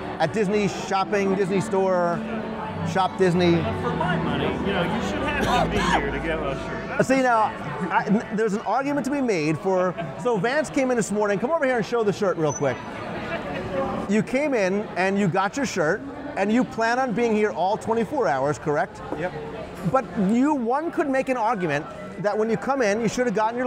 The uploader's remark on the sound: LIVE from One More Disney Day. LIVE interactive news show covering the Walt Disney World.